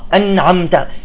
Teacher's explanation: النون ساكنة والميم ساكنة، صح؟ فتكون الغنة ناقصة